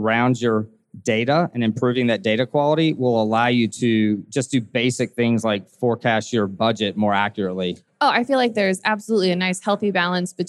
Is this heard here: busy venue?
yes